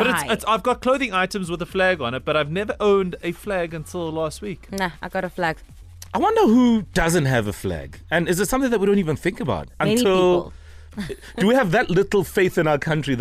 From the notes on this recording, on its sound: PHONE INTERVIEW.